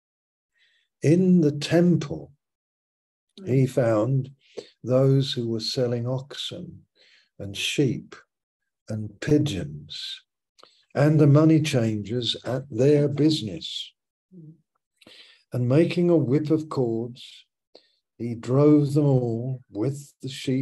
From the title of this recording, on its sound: Malaysia Meets (Zoom)